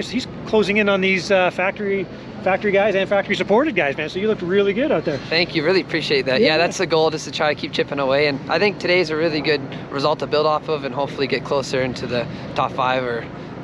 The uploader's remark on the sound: Walk And Talk - 2023 Calgary Motocross National